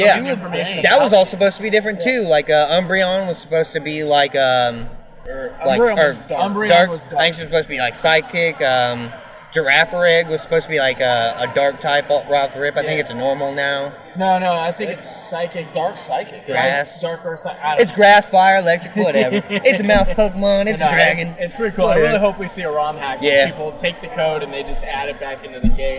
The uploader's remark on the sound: As the Official Podcast of Tricon 2018, we thought it appropriate to do the show LIVE from the convention floor! Chat with some cosplayers.